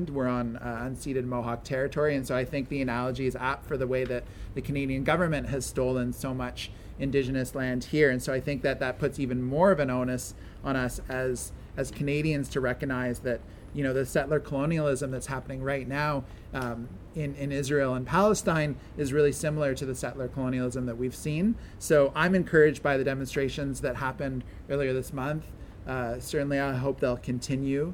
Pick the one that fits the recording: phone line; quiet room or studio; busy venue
busy venue